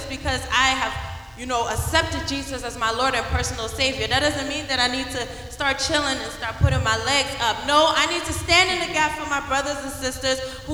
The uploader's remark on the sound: Be blessed by the live recording coverage of our Live 4 Christ Annual Event 2k15.